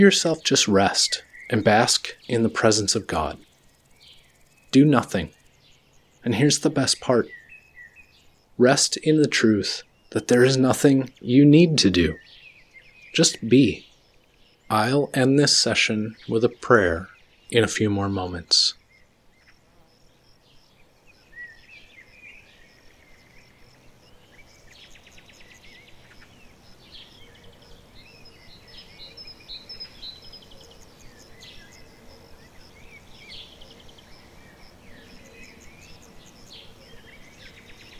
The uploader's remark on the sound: Vocal Audio with Daytime Singing Birds Ambiance. This is one of six variations of this episode that we are releasing with different audio background. This episode features spoken vocal audio with a background ambiance of singing birds in the daytime.